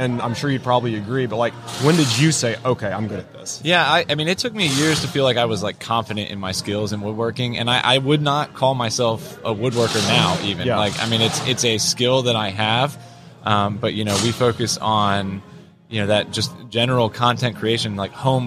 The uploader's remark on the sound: LIVE from WORKBENCHcon 2022